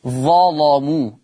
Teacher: قرأ ورش بتغليظ اللام في لفظ ظلموا